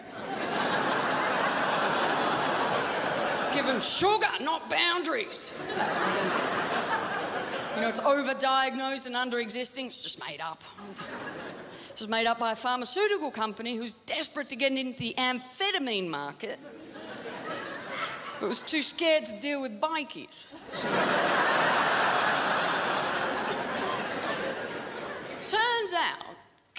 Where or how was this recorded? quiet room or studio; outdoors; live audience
live audience